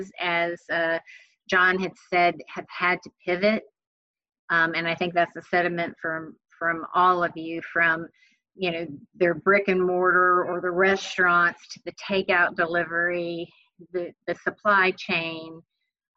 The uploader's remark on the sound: COVID-19 Virtual Town Hall meeting - Local/Small Business.